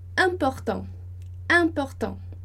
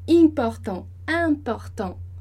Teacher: todos esses in, né, de incompleto, inconstante, importante, que é in no português, vai virar an no francês · Shown in: first take